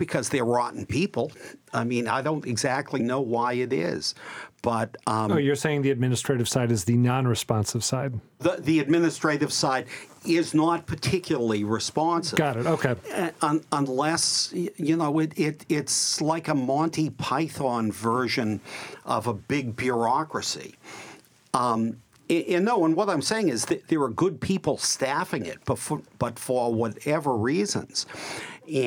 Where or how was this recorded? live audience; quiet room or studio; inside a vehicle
quiet room or studio